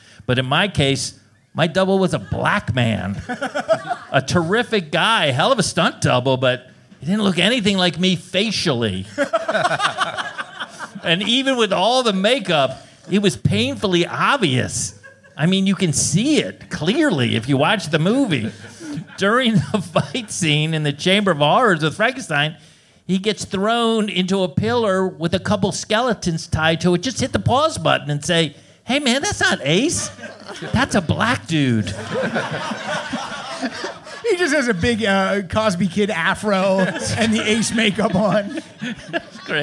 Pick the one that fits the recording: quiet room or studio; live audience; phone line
live audience